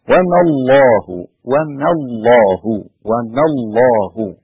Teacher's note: لابد أن أبدأ اللام من أولها مغلظة إلى آخرها، وما الله مش وما الله، يعني أنا بالغت في ترقيق اللام فرحت داخل على اللام في اسم الجلالة، واللام في اسم الجلالة اللام فيها مغلظة، فكيف أرققها أو أبدأ بها مرققة وبعد كده أطلع على التفخيم؟